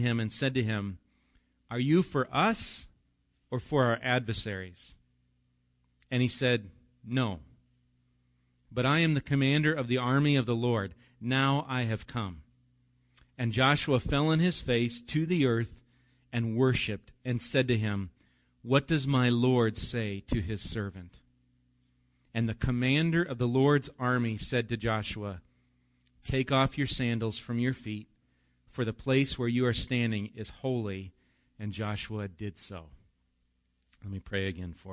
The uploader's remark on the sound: Recorded live at Bethany Bible Church.